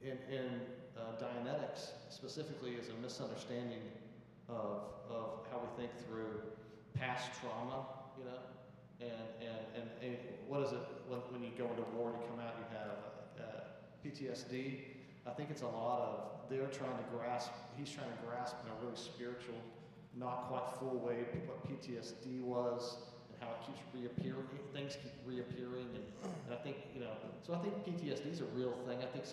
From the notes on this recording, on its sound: Sunday Worship Service - Live stream.